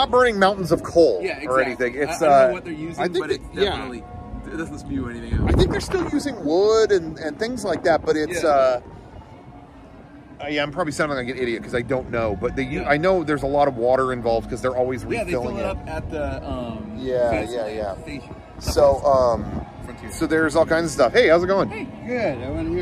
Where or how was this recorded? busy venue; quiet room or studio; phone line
busy venue